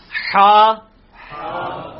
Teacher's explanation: یہ وسط حلق سے یعنی حلق کے درمیان سے نکلتا ہے. یہ کبھی آپ وہ گلے والی ٹافی کھائیں نا، وہ والی آواز ایکزیکٹ بالکل کلیئر وہاں سے جو نکلتی ہے نا، یہ ہا کا مخرج وہی ہے. · Term: حلوائی والا جو ہا